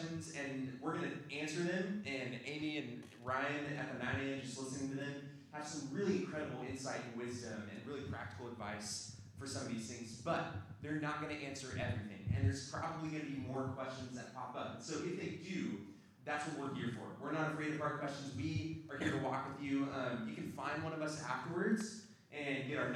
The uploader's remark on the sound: Q&A Panel Discussion